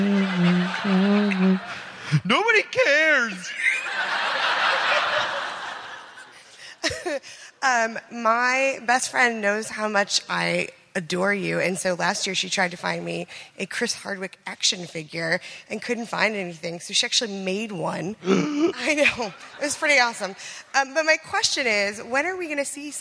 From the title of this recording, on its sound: Live at SDCC